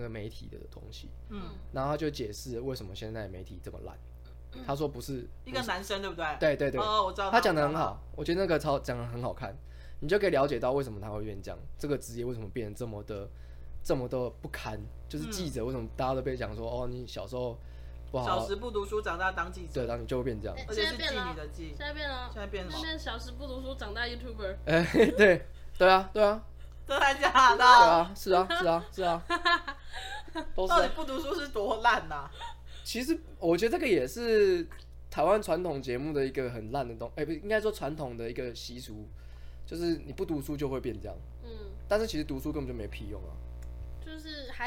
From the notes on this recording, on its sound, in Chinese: 中元期間錄製時一直有好兄弟們加入，若有雜音請勿在意。